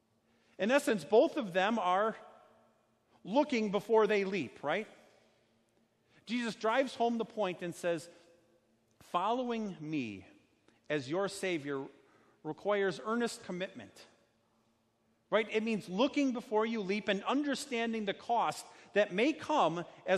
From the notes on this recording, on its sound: Sermon preached at Our Savior Lutheran Church. In Birmingham, AL.